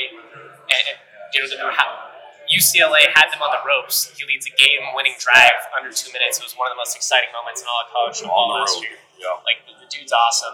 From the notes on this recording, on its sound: Live from Mountain West Media Days. At the Mandalay Bay in Las Vegas.